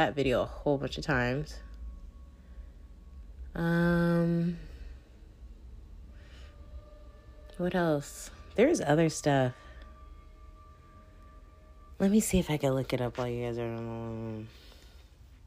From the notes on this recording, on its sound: Your host makes really loud and breathy sounds into the mic